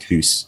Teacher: in certain northern dialects, mouth stayed pretty much as it was in Middle English